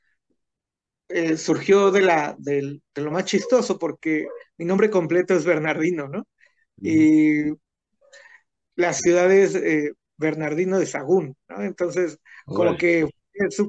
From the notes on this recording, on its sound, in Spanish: Charlamos via zoom.